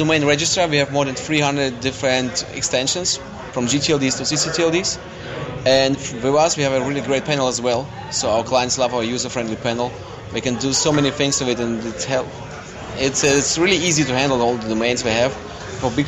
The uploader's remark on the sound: On location at the TRAFFIC conference in Fort Lauderdale 2011. Segments of a live domain auction.